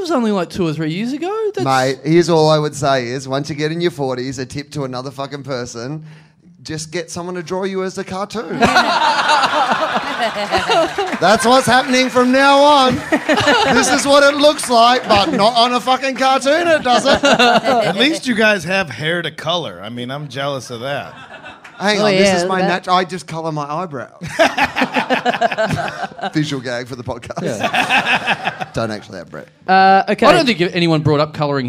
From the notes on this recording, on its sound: Recorded LIVE at The European Bier Cafe